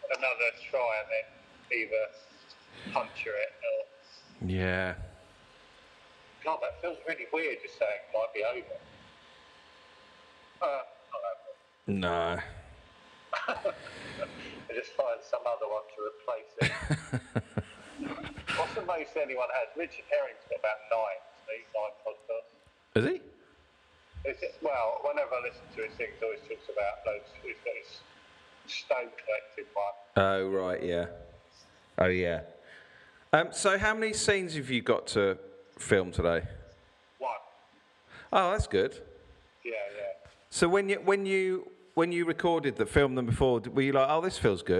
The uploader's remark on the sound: We struggle to have a conversation over the phone again.